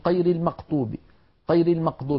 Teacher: بعض المناطق في الجزيرة العربية وخاصة في شرق الجزيرة العربية يخلطون صوت الغين بصوت القاف